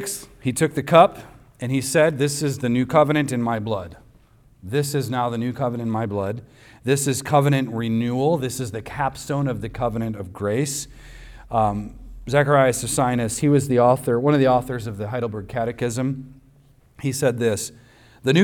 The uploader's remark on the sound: recorded on Sunday, August 6th, 2023, at the weekly worship gathering of Cross & Crown Church.